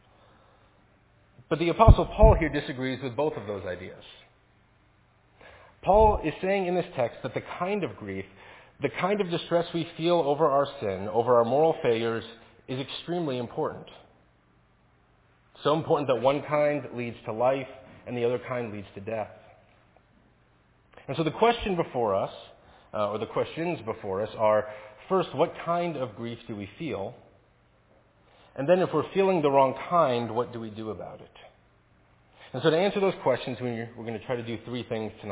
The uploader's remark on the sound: Faith Presbyterian Church – Evening Service